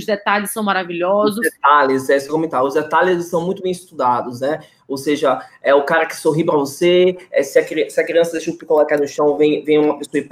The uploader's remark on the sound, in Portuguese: Conteúdo originalmente produzido para webinar ao vivo da iugu.